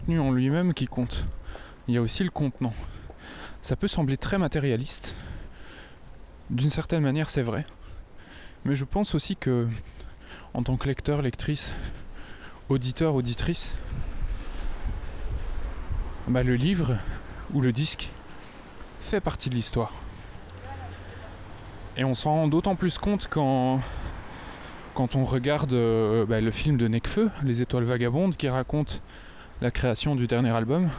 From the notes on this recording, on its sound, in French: Cet épisode a été Lmajoritairement enregistré en pleine rue. C'est un plaidoyer pour l'utilisation d'une bonnette anti-vent efficace.